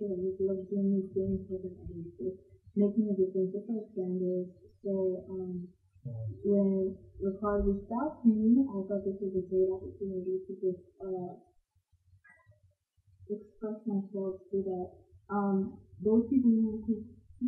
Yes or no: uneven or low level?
yes